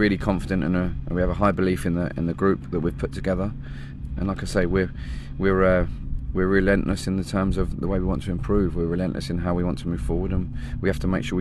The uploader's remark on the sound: Spoke to the team in the world famous Adams Park Car Park before the Burton Game. Is broadcasted live on a Thursday Night on Wycombe Sound the multi-award winning local radio station for High Wycom.